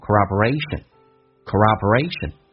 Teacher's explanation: p 要浊化成 b，cooper，所以听得很微弱